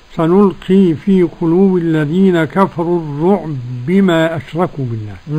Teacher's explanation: قرأ السوسي بإدغام الباء في الباء